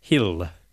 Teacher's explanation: with a very clear, light-sounding L at the end of the word. So that's an Irish English feature. · Term: light L